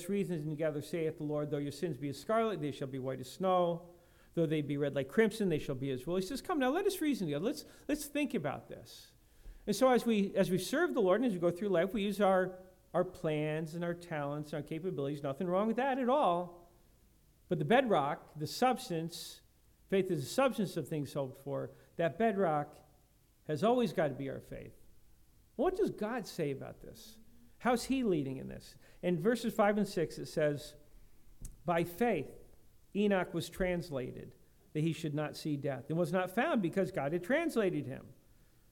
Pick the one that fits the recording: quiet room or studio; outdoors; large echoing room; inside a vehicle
large echoing room